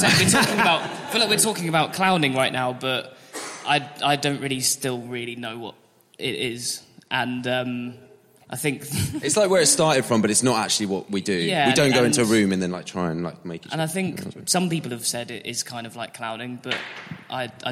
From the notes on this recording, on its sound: Live at Vault Festival. We talk live in a dank cellar.